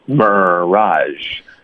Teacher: 这个 R 的音如果它连接到前面的一个元音，我们一般就会在这个前面的音节结尾开始卷舌，这样就会让你读出来的整个过程呢比较怎么说顺利顺畅的一个声音，所以这样它就是一个 mirage，这